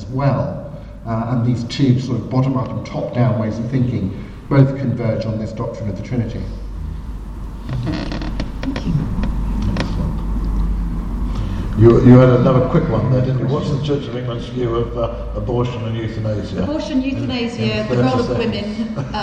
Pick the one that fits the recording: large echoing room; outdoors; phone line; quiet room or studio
large echoing room